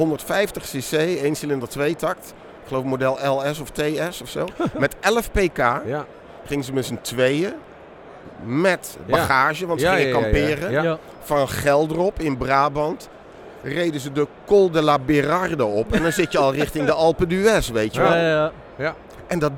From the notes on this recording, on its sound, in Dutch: Werd tijdens de MotorBeurs Utrecht opgenomen op de stand van het TT-Circuit.